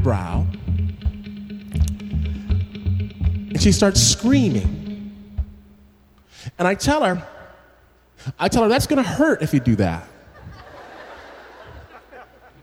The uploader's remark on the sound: This story was performed at Snap LIVE in Los Angeles and was presented by KPCC.